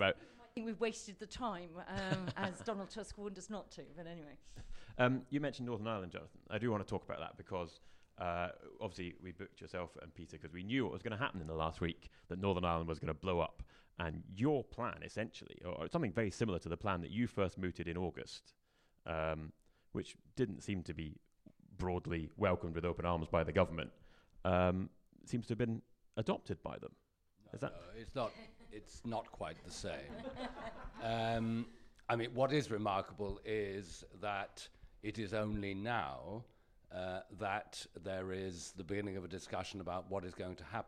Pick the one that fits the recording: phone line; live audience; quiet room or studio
live audience